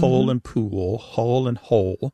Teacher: And that L at the end of the syllable is known as a dark L. So the physical act of pronouncing that dark L kind of requires the back of the tongue to raise toward your soft palate. And that movement of the tongue pulls the vowel that comes before the L in a new direction.